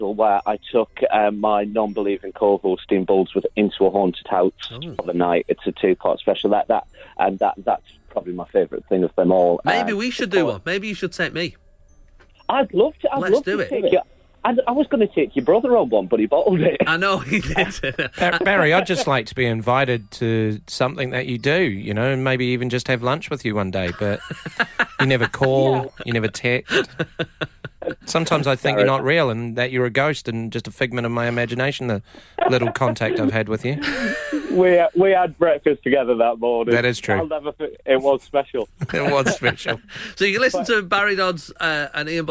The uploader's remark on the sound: on the phone